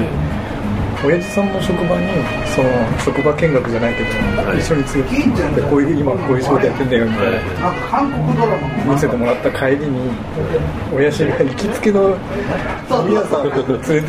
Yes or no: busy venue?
yes